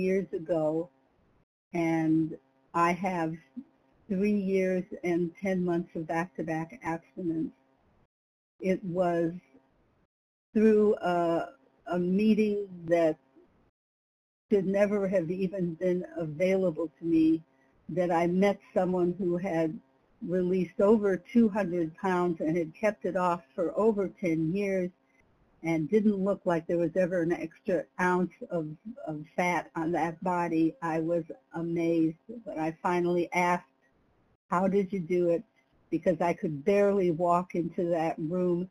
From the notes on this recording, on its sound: From the 100 Pounders Phone Meeting.